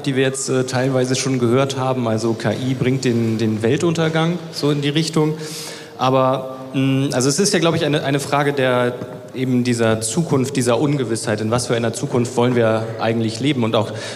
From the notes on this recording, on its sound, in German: Die Diskussion findet auf der Bühne des Waterkant Festivals 2023 statt